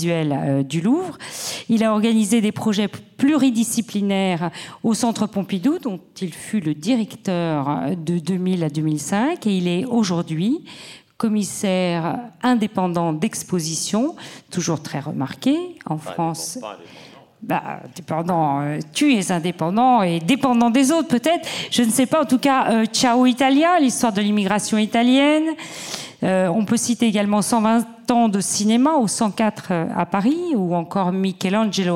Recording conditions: live audience